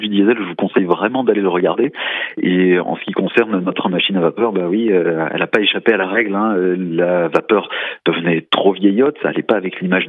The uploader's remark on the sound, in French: par téléphone